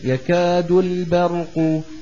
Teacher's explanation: باء رقيقة وراء مفخمة وقاف مفخمة